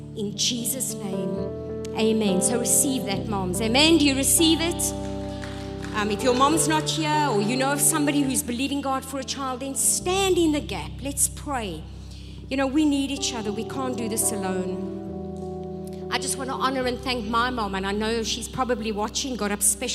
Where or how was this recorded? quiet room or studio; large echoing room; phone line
large echoing room